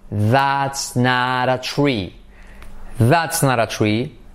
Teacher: el not, la T, como sigue con una vocal, se convierte en una R suave.